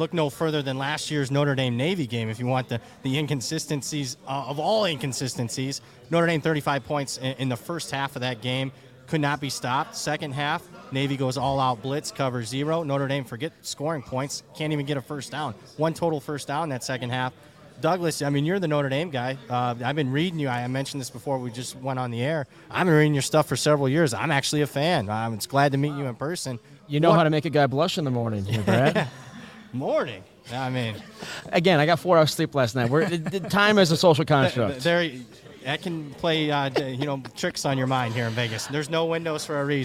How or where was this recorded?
busy venue